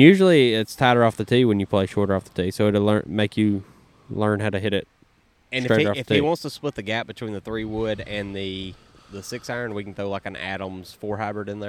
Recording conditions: outdoors